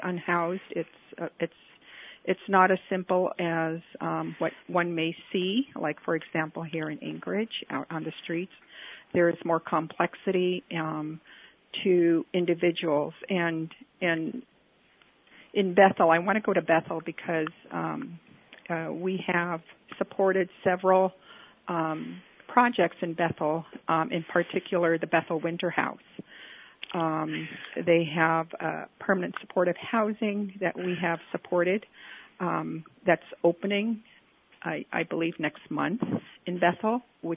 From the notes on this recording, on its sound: Joining us today on the phone